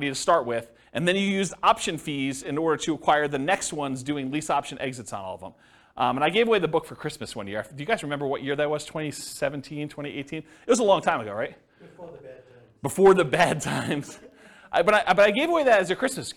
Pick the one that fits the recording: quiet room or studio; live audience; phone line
live audience